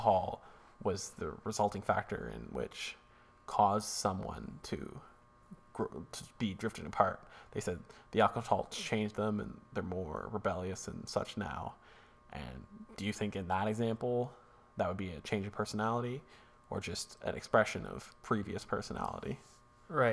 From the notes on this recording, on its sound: SORRY about the weird ambient buzz, we recorded in a different location that usual so we'll make sure not to use this spot again.